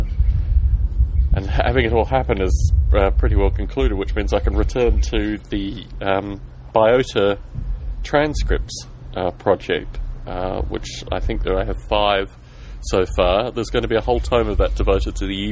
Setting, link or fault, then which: setting, outdoors